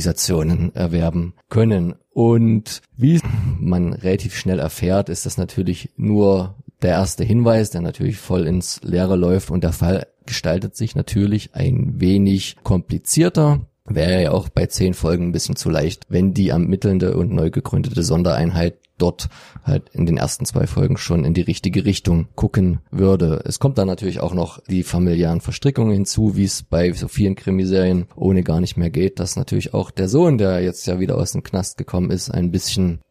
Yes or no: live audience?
no